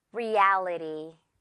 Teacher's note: reality 이렇게 가운데 부분 강세